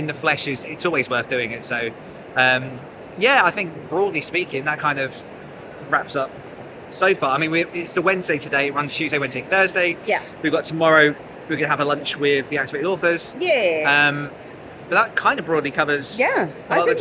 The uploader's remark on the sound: AA on Tour: London Book Fair. Tune in LIVE from the London Book Fair.